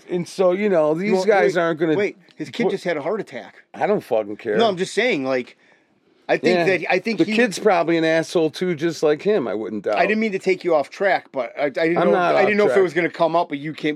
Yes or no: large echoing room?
no